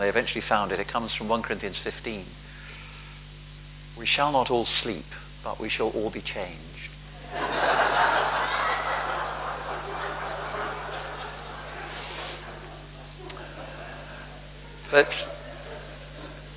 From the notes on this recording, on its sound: Palm Sunday Rededication of St James Finchampstead. A recording of the sermon given by the Bishop of Oxford. At a service to rededicate St James' following the restoration and conservation work.